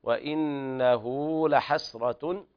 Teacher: توصل الهاء بواو لفظية، تمد مقدار حركتين · Term: الصلة صغرى